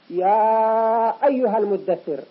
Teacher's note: حرف المد هو الألف في كلمة يا، وأيها كلمة أخرى، إذن حرف المد الألف وسببه الهمزة في أيها، يسمى هذا المد مدا منفصلا لأن المد انفصل عن سببه، الألف في كلمة وسببه في كلمة أخرى.